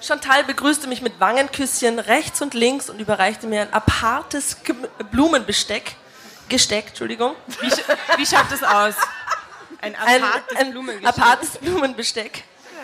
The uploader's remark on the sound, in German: Livemitschnitt Releaseparty. Bei dieser Geschichte handelt es sich um einen Livemitschnitt von unserer Drama-Carbonara-Releaseparty, bei der via Open Mic das Publikum mit uns lesen konnte.